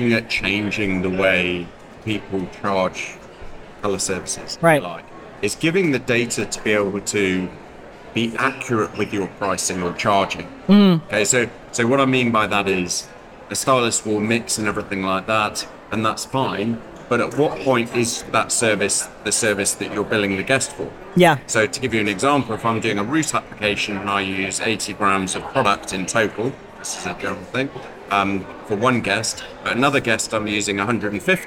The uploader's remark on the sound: Live From the Salon Owners Summit 2024